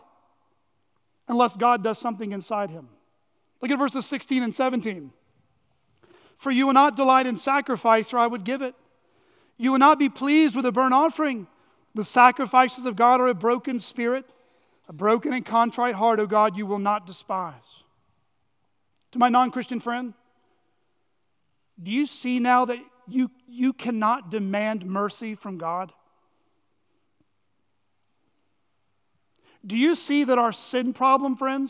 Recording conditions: large echoing room